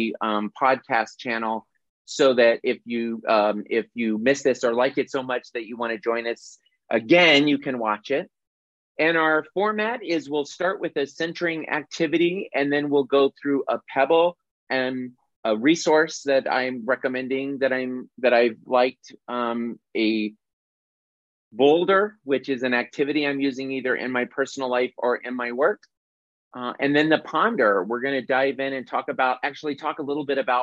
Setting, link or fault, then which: link, video call